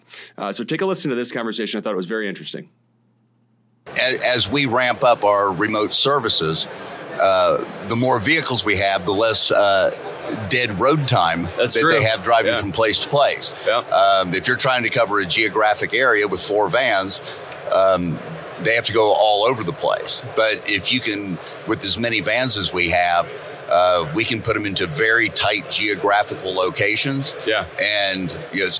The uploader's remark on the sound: Connected from the NADA Show Floor! A few weeks ago at NADA, we had 11 great conversations in our booth on the show floor with people from different parts of the automotive industry.